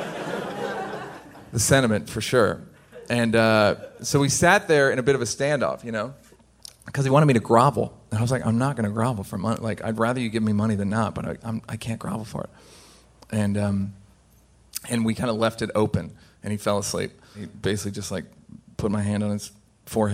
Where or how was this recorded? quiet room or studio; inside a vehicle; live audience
live audience